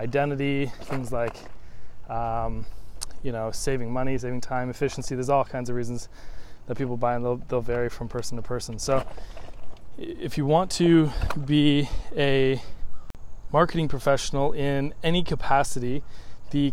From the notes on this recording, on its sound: I recorded this quick audio while walking outside. The audio isn't great. I realize it can bug people to listen to low-ish quality audio.